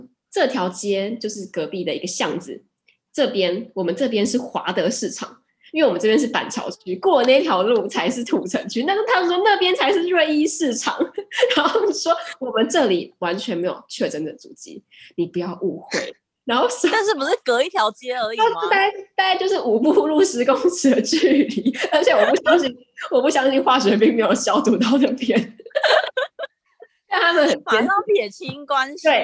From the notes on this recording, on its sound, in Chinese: 久違的遠端錄音